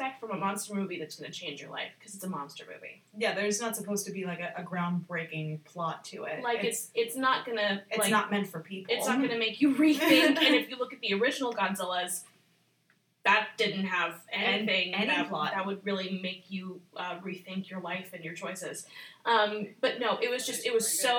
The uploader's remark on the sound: Apologies for the sound quality. We had to adjust to a new but temporary recording space. Enjoy the sounds of us in a fish tank.